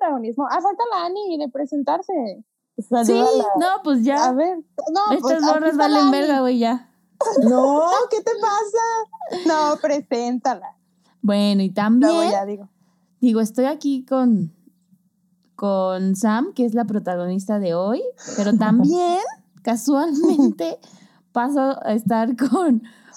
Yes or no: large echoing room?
no